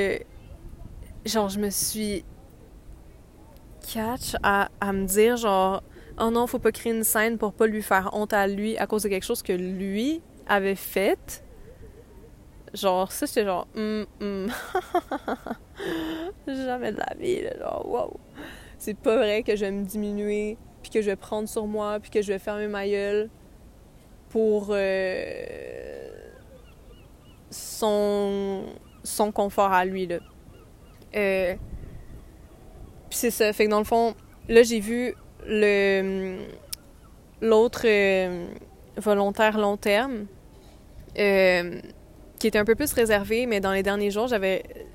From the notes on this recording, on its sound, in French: Nous sommes désolées pour les bruits de vent, elle enregistre dans un parc